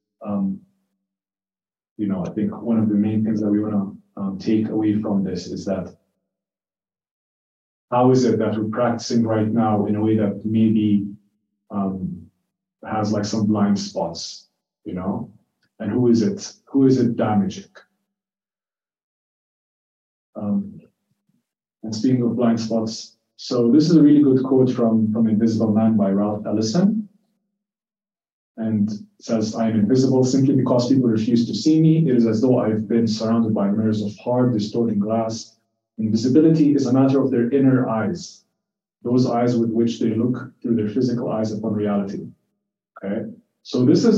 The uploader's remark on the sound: This talk is the first in a three part lecture series given to third-year psychiatry residents at the University of New Mexico